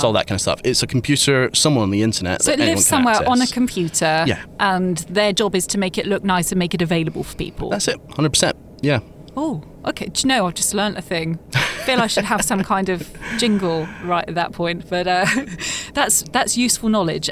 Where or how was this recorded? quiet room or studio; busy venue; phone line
busy venue